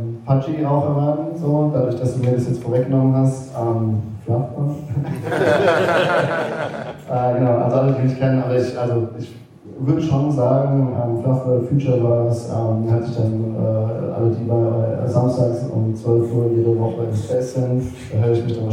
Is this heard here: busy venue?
yes